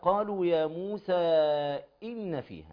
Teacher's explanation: هنا مد منفصل وعندنا همزه محققه